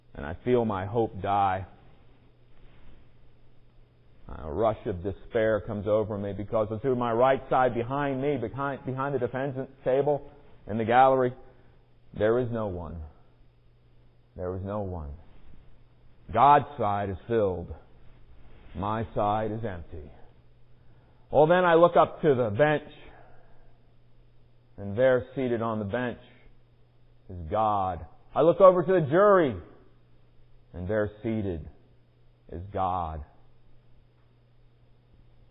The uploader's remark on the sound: Recorded at Mount Pleasant United Presbyterian Church on February 16, 2020.